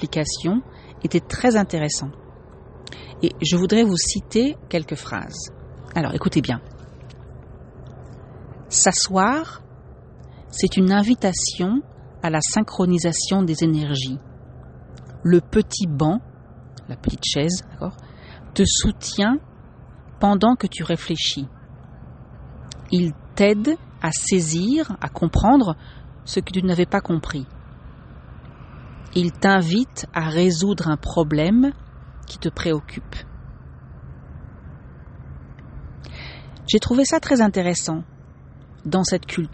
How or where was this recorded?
outdoors